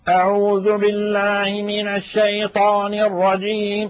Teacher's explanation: ونحن نعلم بأن أقصى الحلق فيه حروف تخرج، هي الهمزة والهاء والعين والحاء والغين والخاء، لكن المنهي عنه في هذه الصورة تقعير الفم هو الضغط الزائد على الحنجرة بحيث يخرج صوت شبه حرف العين مع التلاوة